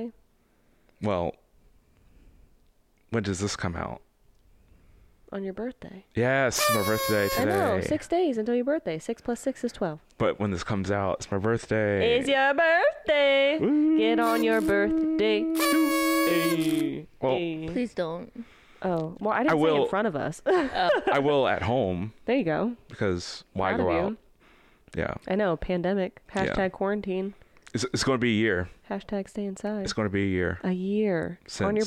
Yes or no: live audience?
no